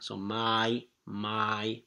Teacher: like mia, the first vowel is long.